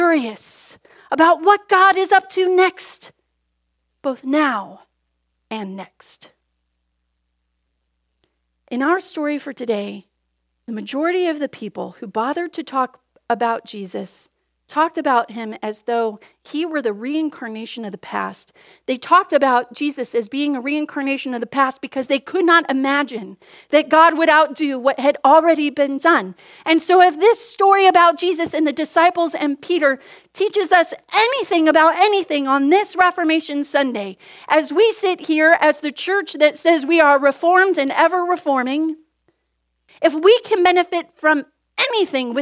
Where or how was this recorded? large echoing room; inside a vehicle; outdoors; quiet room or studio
large echoing room